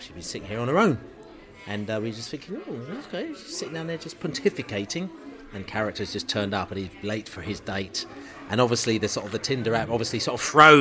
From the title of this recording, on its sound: Podcast From The Pub